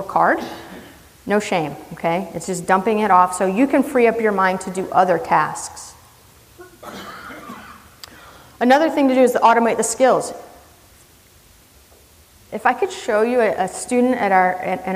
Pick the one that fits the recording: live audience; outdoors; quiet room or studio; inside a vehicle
live audience